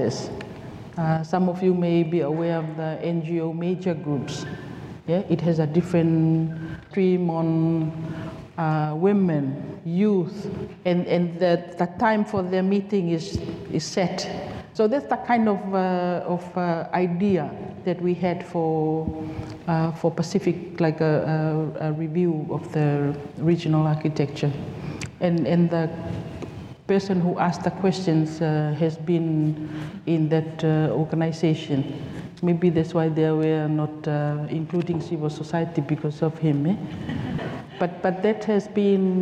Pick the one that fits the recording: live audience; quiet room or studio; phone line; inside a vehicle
live audience